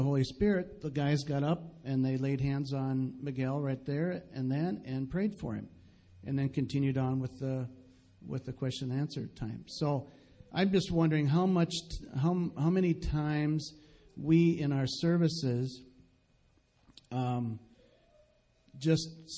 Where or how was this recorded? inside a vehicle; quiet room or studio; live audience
live audience